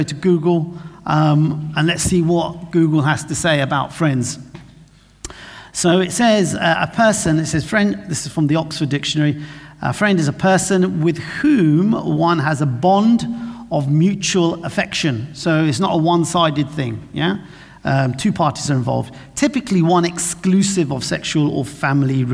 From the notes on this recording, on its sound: This sermon was recorded on Sunday 18th June 2023 at our Great Denham venue.